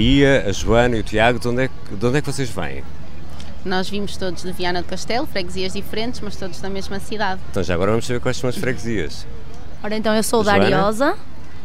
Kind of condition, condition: setting, outdoors